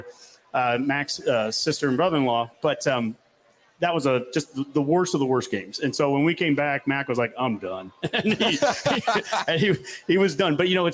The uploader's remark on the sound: REDCAST LIVE! From the Hail Varsity Club. Had a blast going live in front of a studio audience at the Hail Varsity Club in La Vista, NE.